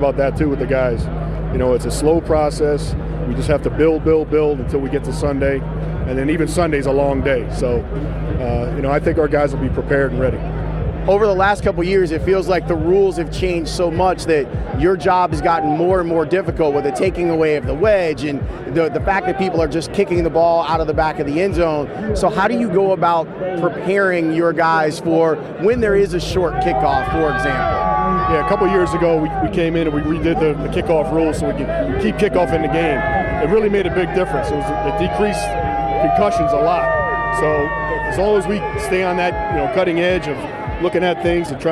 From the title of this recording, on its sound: Live from Radio Row in Miami for Super Bowl LIV